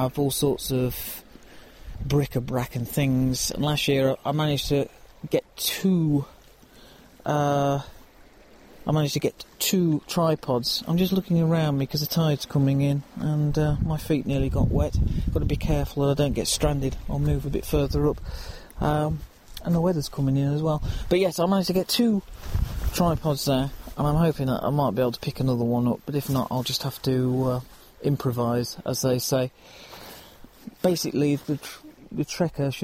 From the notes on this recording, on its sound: A wander along the rocky north west coast of Skye. A Nikon camera and bag, picked up during the trip.